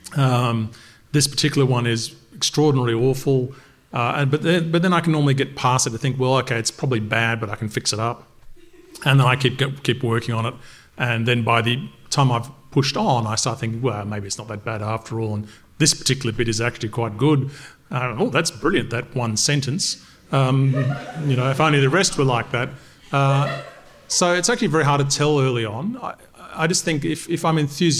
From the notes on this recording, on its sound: Recorded Wednesday, October 2nd at the American Bookbinders Museum in San Francisco